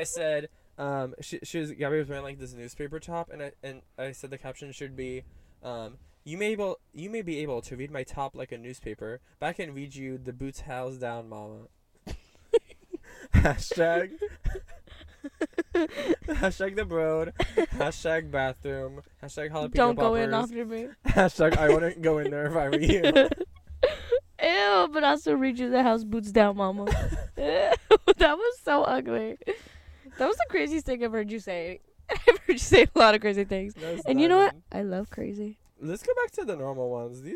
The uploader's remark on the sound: Car Cam. We get McDonalds in the car. People walking around us.